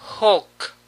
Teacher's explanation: La L es casi imperceptible acá.